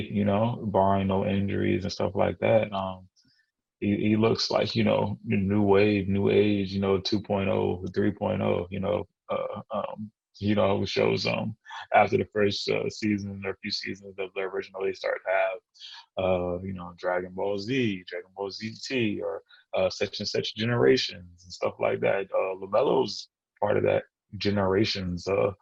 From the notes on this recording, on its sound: The two record this podcast virtually!